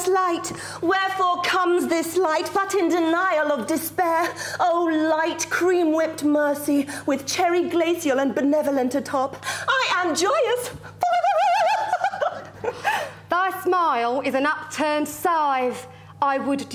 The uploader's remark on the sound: Edinburgh festival podcast: The Guardian Live at the Gilded Balloon. Joined on stage at the Gilded Balloon in Edinburgh.